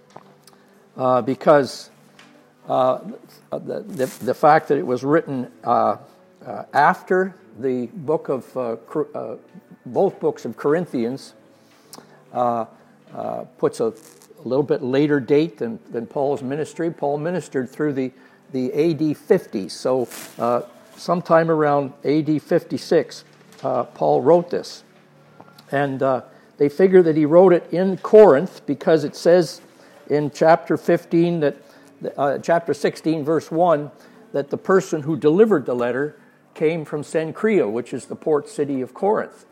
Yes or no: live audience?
yes